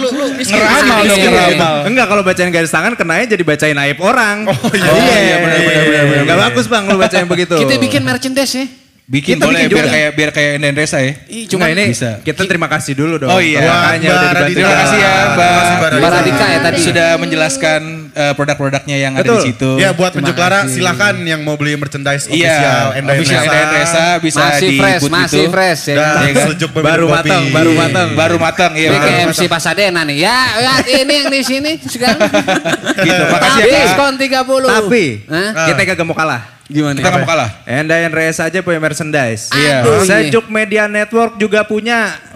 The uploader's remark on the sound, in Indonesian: The JokeAss LIVE PODCAST waktu Grand Opening Sedjuk Pejaten!